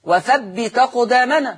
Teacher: شيلوا الهمزة وحطوا الفتحة على التاء · Term: النقل